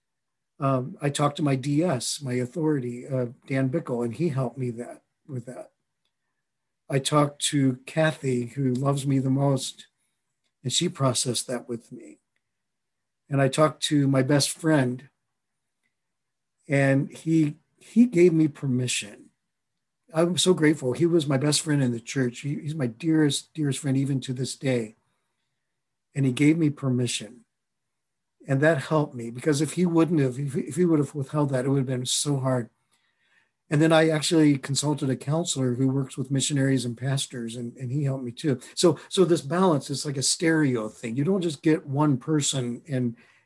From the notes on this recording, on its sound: a recording of a Facilitator M webinar